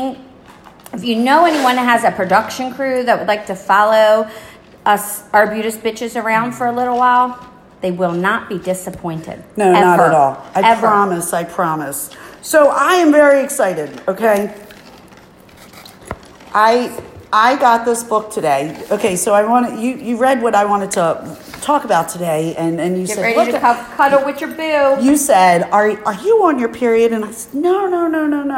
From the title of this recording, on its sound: Live Studio Audience